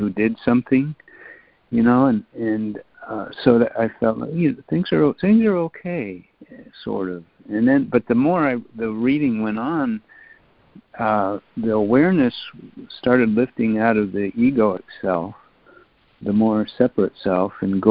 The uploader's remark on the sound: ACIM Daily Conference Call.